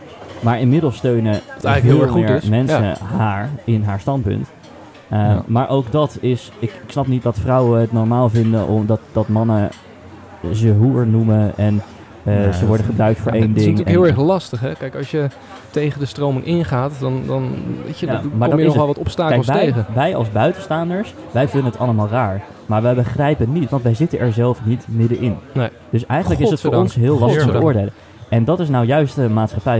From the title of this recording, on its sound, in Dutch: LIVE BIJ DE GOEDE GOOIER